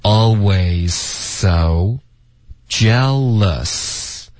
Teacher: always 的 z 省略因为 always 跟 so 的这个 z 这两个音呢就有一点重复了